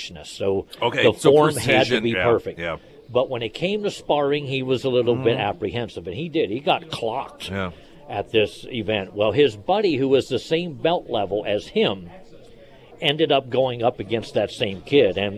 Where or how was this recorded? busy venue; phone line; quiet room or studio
busy venue